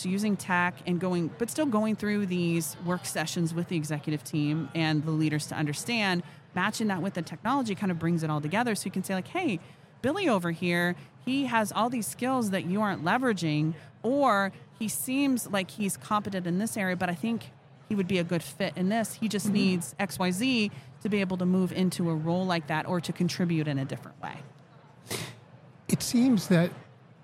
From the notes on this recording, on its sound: Live at HR Tech 2022